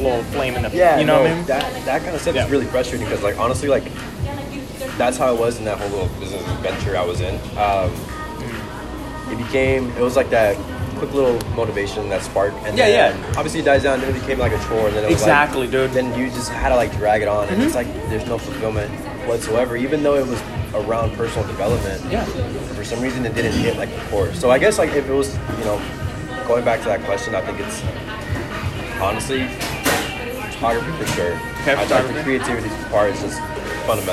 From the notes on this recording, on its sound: This episode is a recording of a sit down I had with a friend of mine a few weeks back. The quality is off of my phone so not super clear like usual.